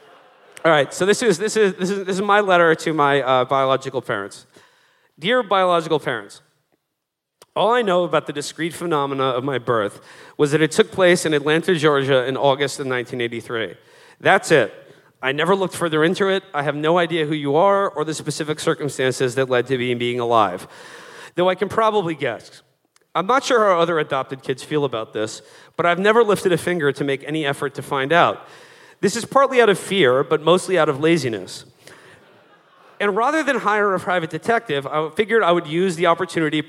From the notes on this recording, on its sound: Live From the South. A mashup of our recent live shows in Atlanta and Nashville.